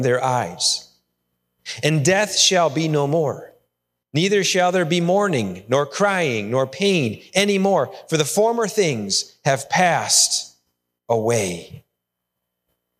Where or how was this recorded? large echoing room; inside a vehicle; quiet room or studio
large echoing room